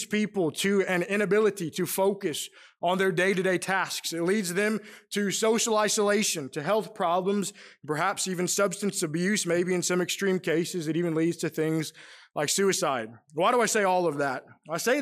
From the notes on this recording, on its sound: Preached during the PM worship service at the Roanoke CofC